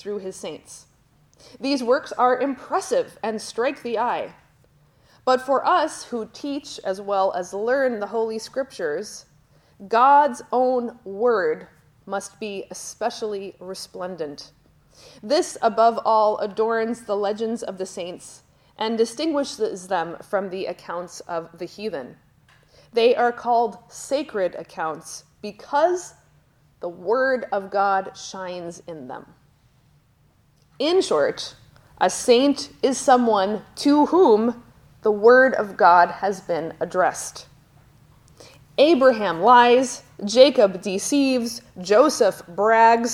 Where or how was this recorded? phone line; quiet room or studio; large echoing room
large echoing room